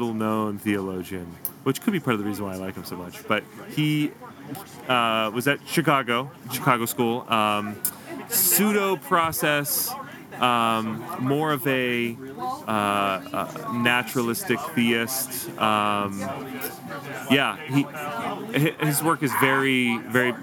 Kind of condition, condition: fault, background noise